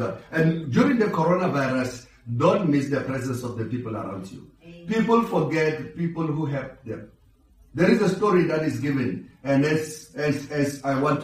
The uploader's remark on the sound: Preach via Facebook Live stream and Pheli FM during Sunday service